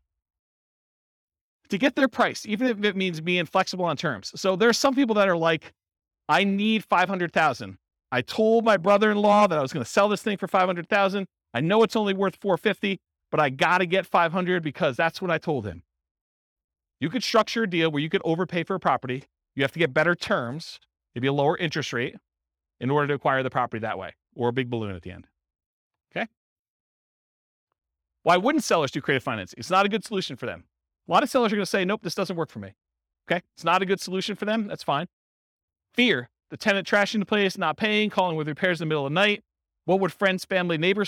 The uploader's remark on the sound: Real estate entrepreneurs in College Station, Texas. This was a live class recorded. The live in-person version.